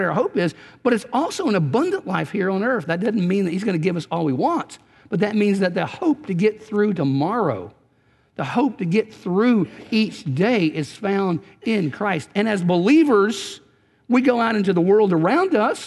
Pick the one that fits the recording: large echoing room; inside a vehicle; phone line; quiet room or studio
large echoing room